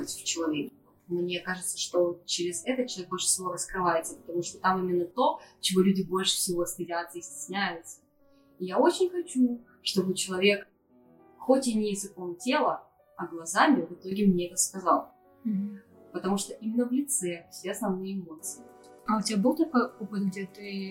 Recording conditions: poor sound quality